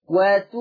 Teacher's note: هتبدل الهمزة الساكنة بواو مادية فتقرأ وتؤمنون · Term: همزة ساكنة